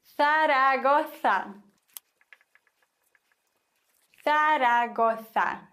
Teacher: Das Z solltest du im Spanischen lispeln.